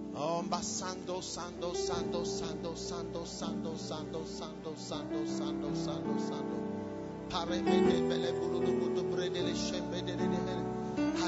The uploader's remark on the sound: Preached at First Love Church, Legon